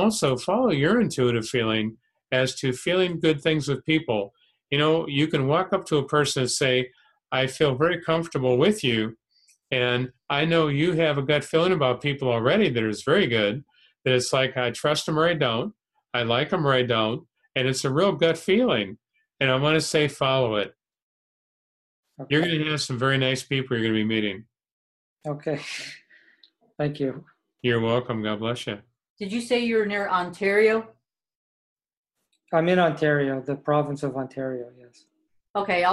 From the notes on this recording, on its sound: Spiritual Development Class held online via zoom.